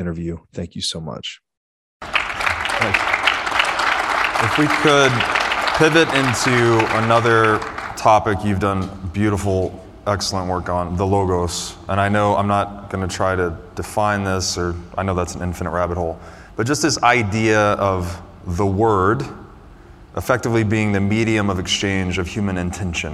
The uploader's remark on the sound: This episode was recorded in front a live studio audience. During the Bitcoin 2022 Conference in Miami, FL.